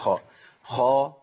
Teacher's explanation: من اقصى، من اخر اللسان كده بيتحرك لفوق · يبقى انا هرفع اقصى لسان وانا بقول خا خا · Term: الاستعلاء